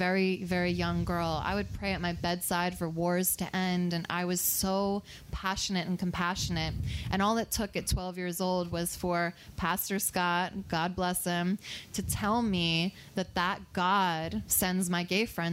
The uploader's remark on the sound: live at the 2021 Wild Goose Festival